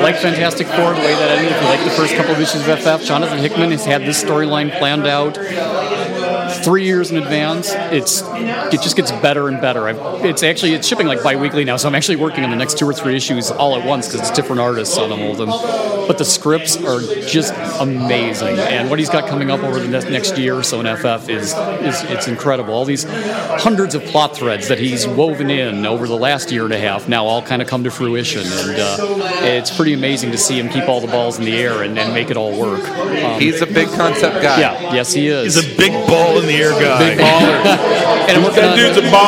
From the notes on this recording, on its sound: Things get more and more hectic as the show moves along and the crowd grows for this evening of comics, art and plenty of beer.